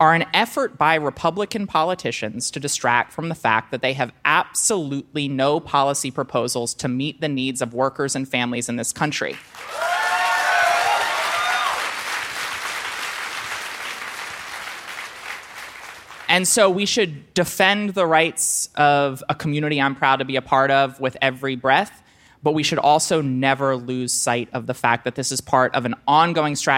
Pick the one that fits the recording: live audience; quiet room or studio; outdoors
live audience